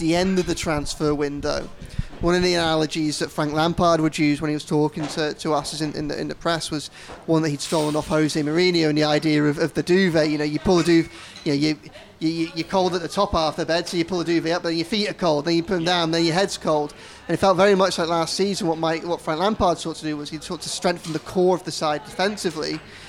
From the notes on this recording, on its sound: in Lovelocks Coffee Shop in the heart of Liverpool city centre